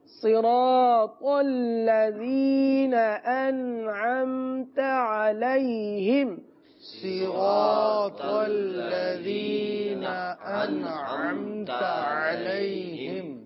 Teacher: انعمت کی تا کو کھینچیں گے نہیں، کیونکہ پھر وہی لہن جلی کی غلطی آ جائے گی